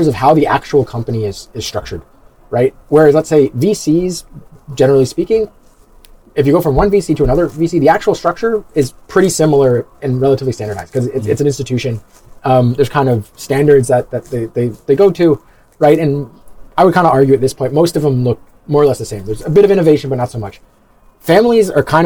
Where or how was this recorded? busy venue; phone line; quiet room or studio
busy venue